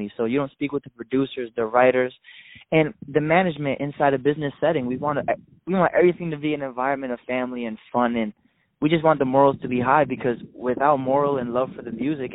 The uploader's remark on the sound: On the phone